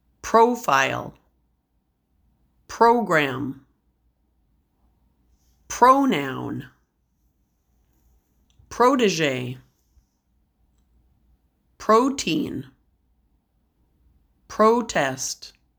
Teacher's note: the pro is also stressed, but it's going to be a long O